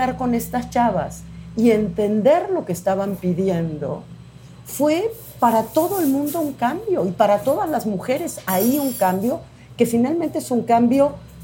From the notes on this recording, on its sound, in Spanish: En este capítulo especial grabado desde Clarice Café y Literatura